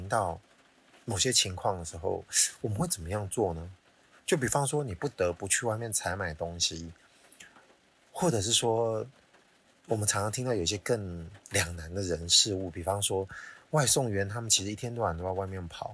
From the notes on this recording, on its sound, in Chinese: 本集音質注意。既然有各種干擾音+音質